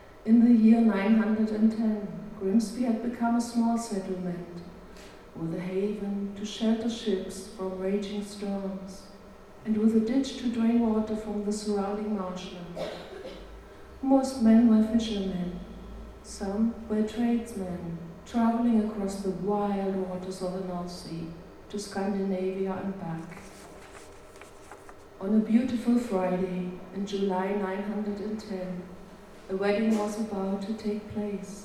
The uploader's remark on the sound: Today's mini-episode is another recording made at the very successful book launch of Tales from the East Marsh by our very own East Marsh Writers Group, Quills.